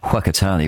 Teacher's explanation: I am saying Whakatane with a you know aspirated wh, which is how it should be pronounced